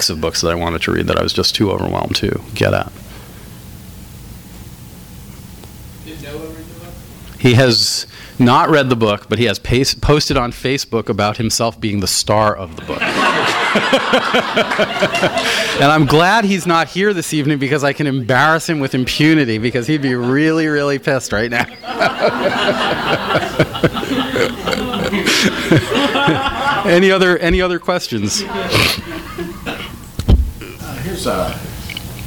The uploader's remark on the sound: THIS EVENT WAS RECORDED LIVE AT SKYLIGHT BOOKS.